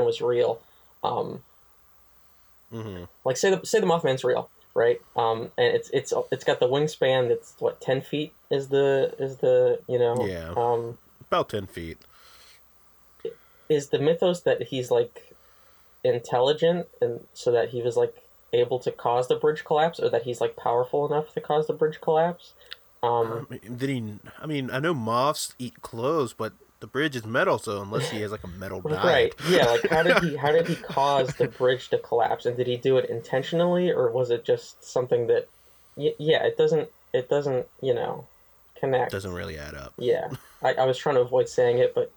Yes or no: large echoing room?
no